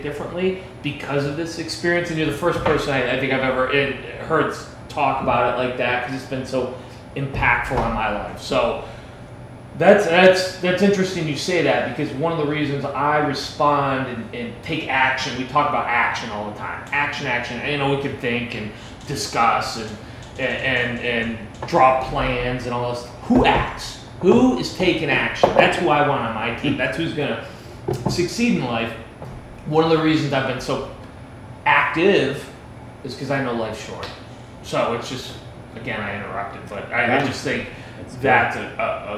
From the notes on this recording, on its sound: we recorded live, at the Olney Place